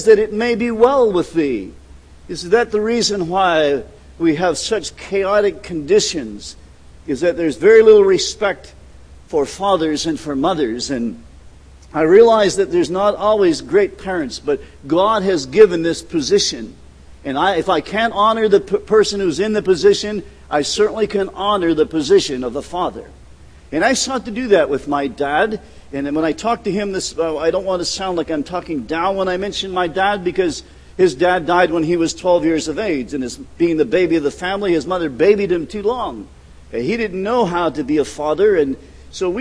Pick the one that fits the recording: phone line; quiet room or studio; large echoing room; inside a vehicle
large echoing room